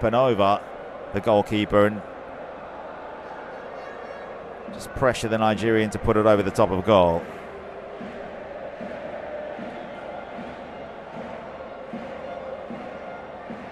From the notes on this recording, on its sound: Enjoy all the audio from the Stadio Diego Armando Maradona. Live celebrations as Napoli finally lifts the Scudetto in front of their home fans. Stadium ambience.